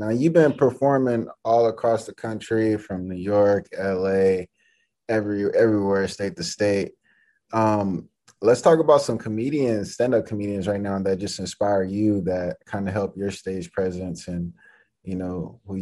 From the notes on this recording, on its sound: full zoom interview